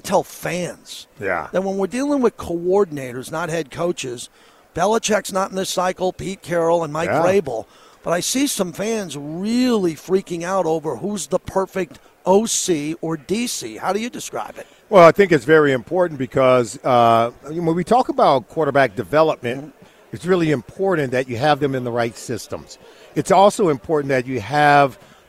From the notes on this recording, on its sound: LIVE FROM RADIO ROW AT SUPER BOWL 58.